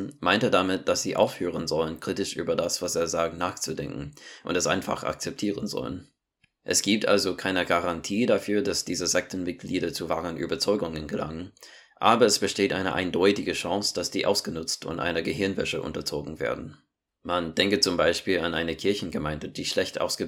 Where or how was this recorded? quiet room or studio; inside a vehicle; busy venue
quiet room or studio